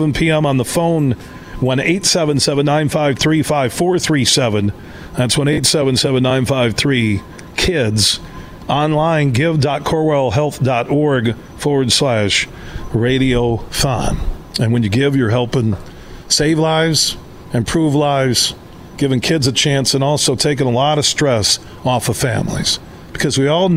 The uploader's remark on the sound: Today we're broadcasting live from Helen DeVos Children's Hospital in downtown Grand Rapids as iHeart West Michigan has their 24th Annual Radiothon.